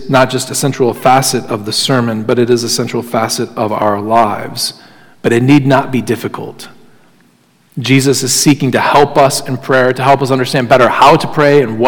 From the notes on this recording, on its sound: Sermon Audio from Crossway Christian Church